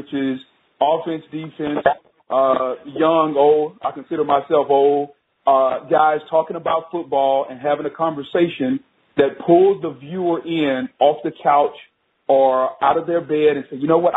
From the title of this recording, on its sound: MNF Conference Call